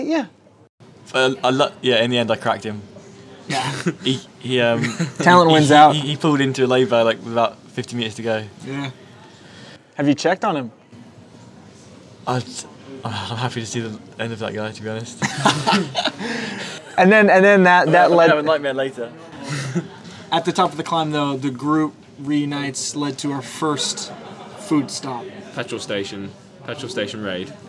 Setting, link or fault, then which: setting, outdoors